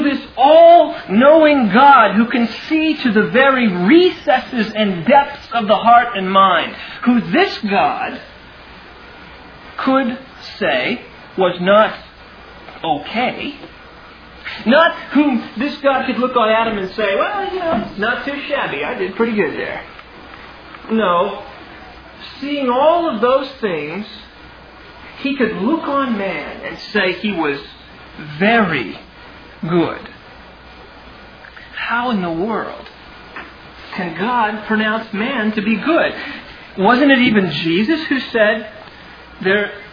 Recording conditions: large echoing room